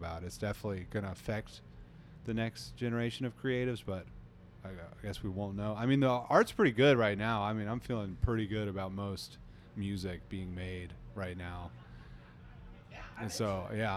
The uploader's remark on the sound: at the Sea Blues Festival in Clearwater, FL, earlier this year.